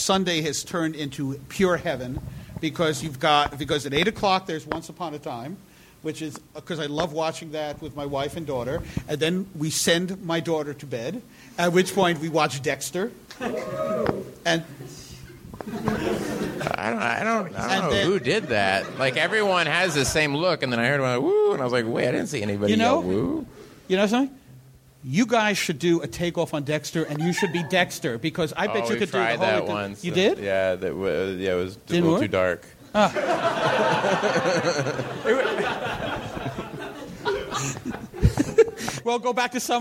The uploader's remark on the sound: Live from NY! Recorded at 61Local in Brooklyn on October 1, 2012.